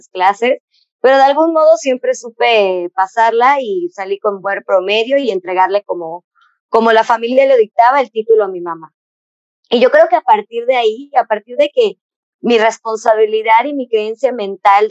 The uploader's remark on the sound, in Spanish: Gracias por tu paciencia con el audio